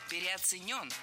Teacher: Ударение в этом слове следует ставить на последний слог, в котором должна быть наша любимая «ё».